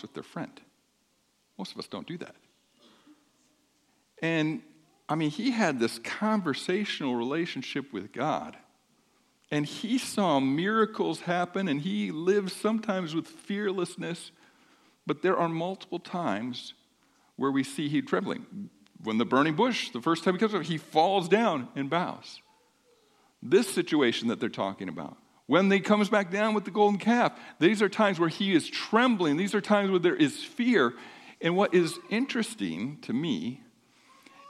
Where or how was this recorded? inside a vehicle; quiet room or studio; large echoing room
large echoing room